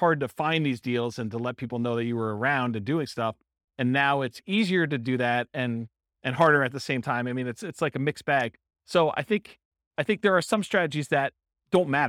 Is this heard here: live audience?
yes